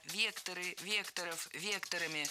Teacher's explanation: Не вектора, а векторы, векторов, векторами. Всегда ударяем «е» в первом слоге. Это слово тоже имеет неподвижное ударение на основе.